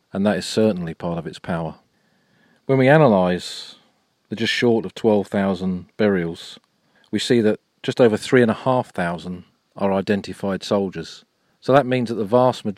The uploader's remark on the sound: Flanders: Tyne Cot Cemetery. This episode was recorded at Tyne Cot Cemetery a few weeks ago.